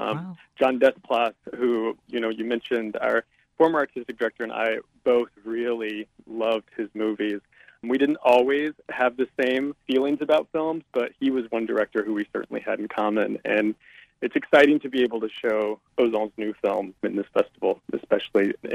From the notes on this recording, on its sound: joins us by phone